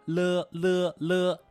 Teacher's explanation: 气流是从舌头的两边出来的 · Term: 边音